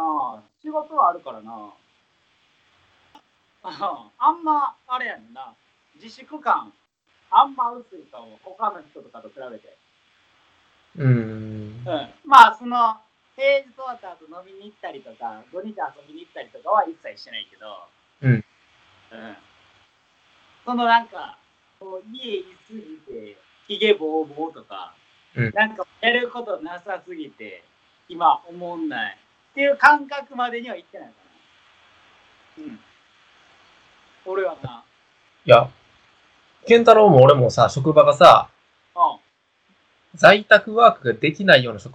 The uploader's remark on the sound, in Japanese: １ヶ月ぶりの収録かつ初のリモート収録です。とんでもなくノイズ入ってて。